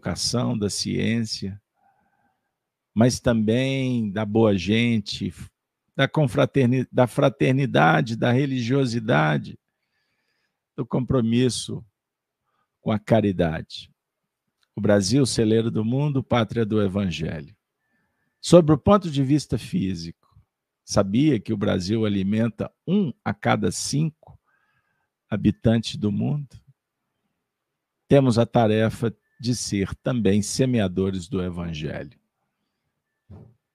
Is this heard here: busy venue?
no